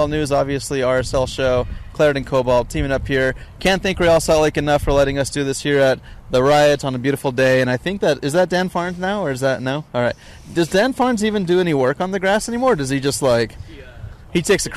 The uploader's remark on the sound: live at Rio Tinto stadium